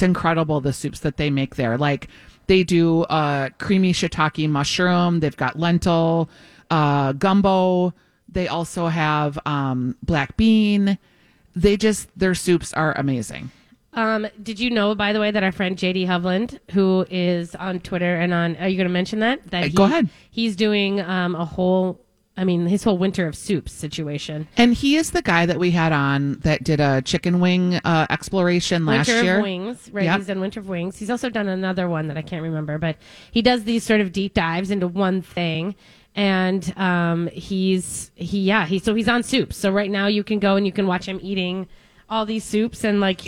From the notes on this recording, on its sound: Live from Max's.